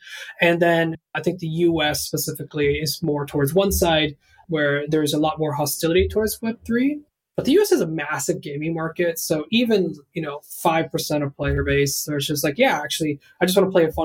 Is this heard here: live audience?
no